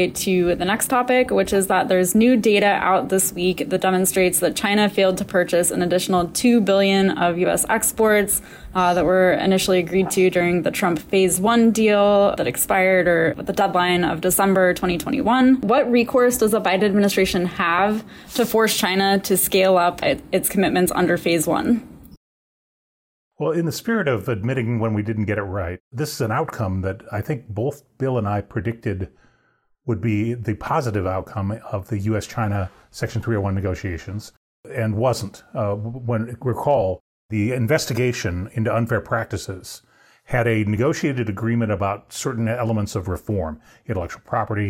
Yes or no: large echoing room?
no